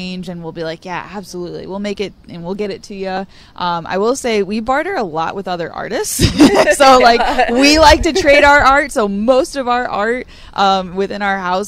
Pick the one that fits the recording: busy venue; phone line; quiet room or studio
busy venue